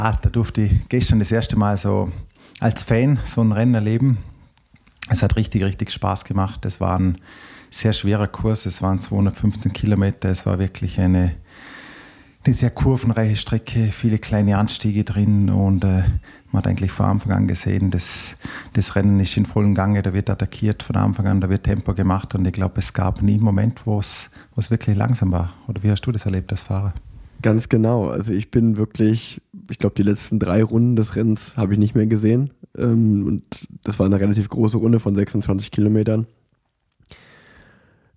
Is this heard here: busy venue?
no